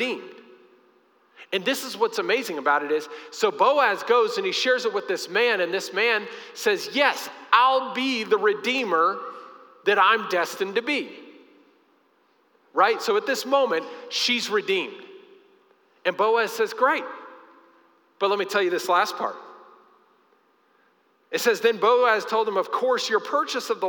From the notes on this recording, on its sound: Recorded live during our Sunday morning service